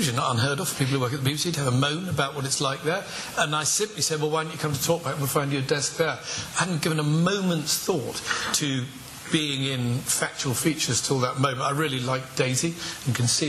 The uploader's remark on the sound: Recorded Live At Belfast Media Festival.